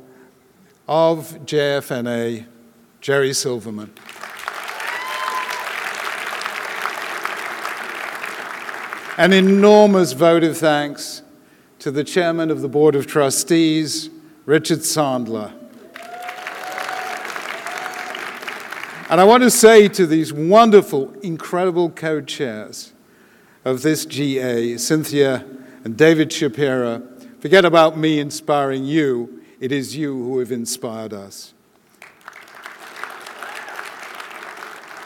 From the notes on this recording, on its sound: delivered the opening plenary keynote address at the Jewish Federations of North America's annual General Assembly in Washington DC